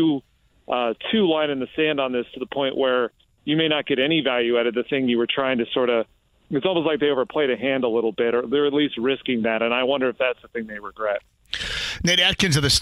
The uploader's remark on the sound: opens the phone lines up and takes a call!